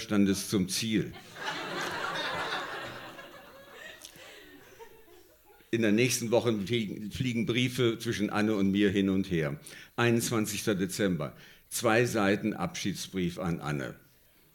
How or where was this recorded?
live audience